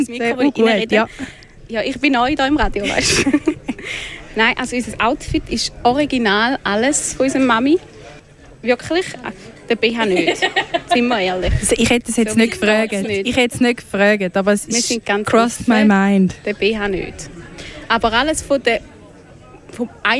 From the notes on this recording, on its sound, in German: Bereits zum vierten Mal war das Kraftfeld in Winterthur Veranstaltungsort des legänderen Tichu-WM-EM-Olympiaden Turnier. Radio Stadtfilter war live vor Ort und kommentierte die spektakulären Spiele live und führte mit einigen Teams emotionale und sportliche Interviews.